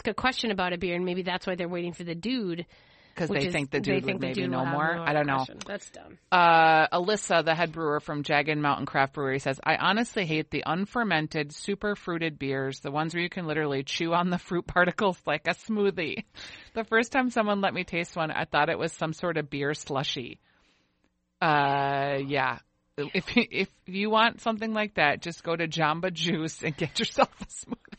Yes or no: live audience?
no